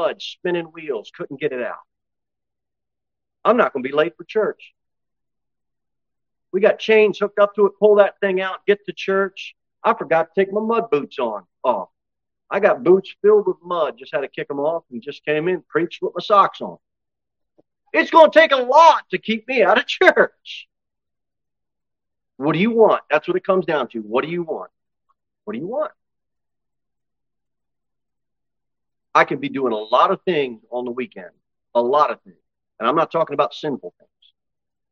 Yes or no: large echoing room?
yes